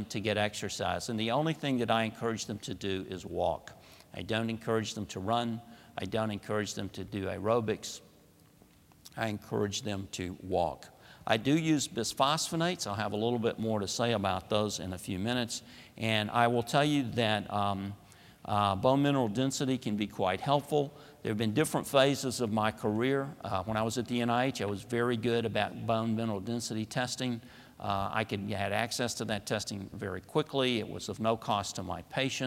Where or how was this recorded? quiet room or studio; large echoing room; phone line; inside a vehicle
large echoing room